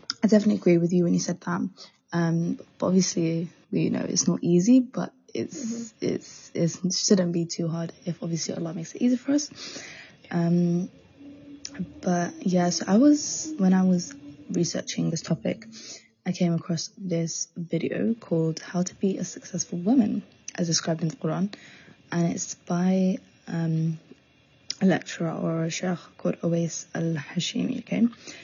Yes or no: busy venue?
no